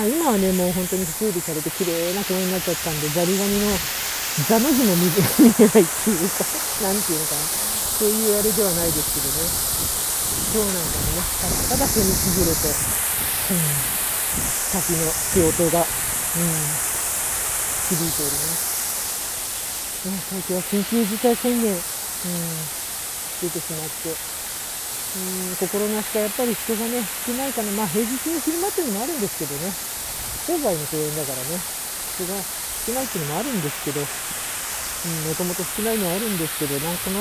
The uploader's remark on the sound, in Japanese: 久々の外収録 from Radiotalk。